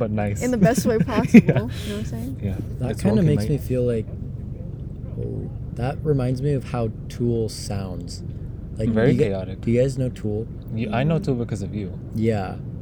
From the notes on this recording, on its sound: recording episode 7 on the top of a cliff by the beach